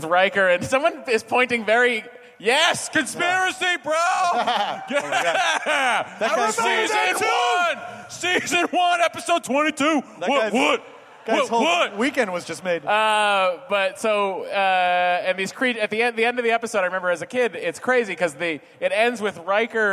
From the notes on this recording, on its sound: It's a nerdist hostful live from ID10T festival!